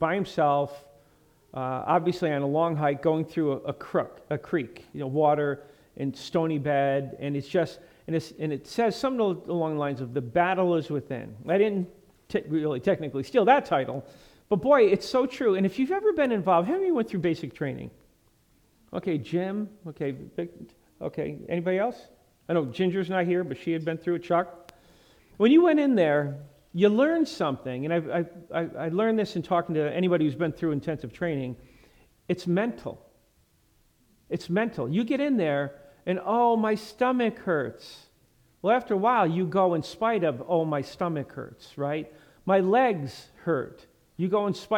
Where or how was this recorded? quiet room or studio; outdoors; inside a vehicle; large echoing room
large echoing room